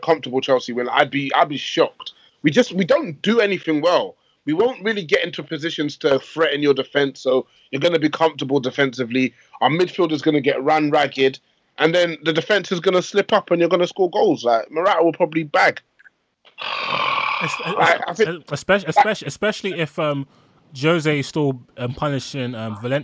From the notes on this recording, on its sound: Apologies for the decreased sound quality as we record our midweek podcasts over skype.